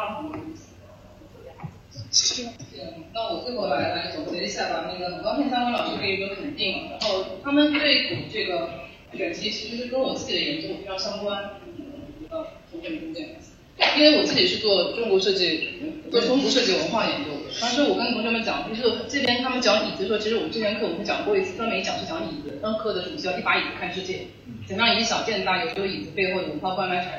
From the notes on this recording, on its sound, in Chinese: 本期节目因为是从课堂的网络录制翻录而来，所以声音质量受限，还请多多包涵。